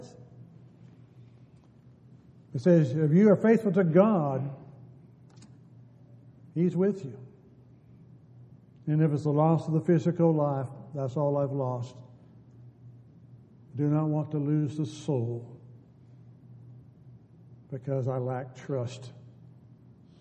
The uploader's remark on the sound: Downtown Church Of Christ Audio Sermon